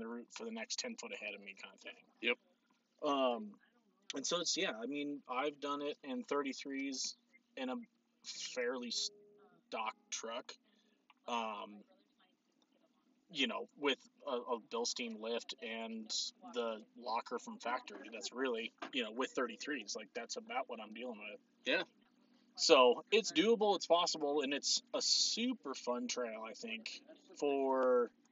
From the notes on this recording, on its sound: We recorded at the top of the world trail in Moab Utah.